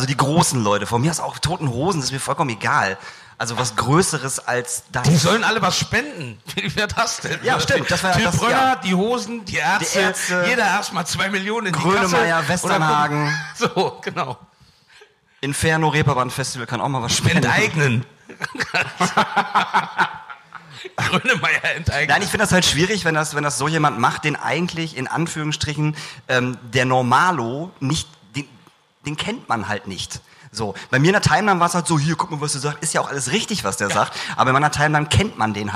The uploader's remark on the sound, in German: Diese Folge ist/war Podcast und Livestream in einem Gelöt. Wir haben für euch die Live-Show vom 30 Oktober aufgezeichnet. Das ist jetzt von der Qualität leider so halbschön, aber dafür wird sehr oft und herzlich gelacht.